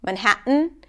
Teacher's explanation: A lot of times people use the glottal stop instead of the T before an N.